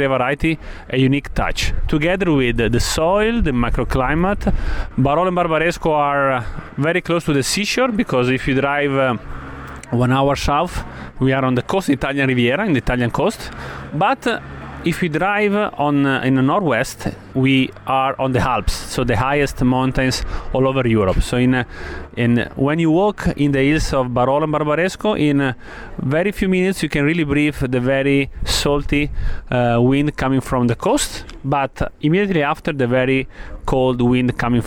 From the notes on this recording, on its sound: at the 2014 Hershey Food & Wine Festival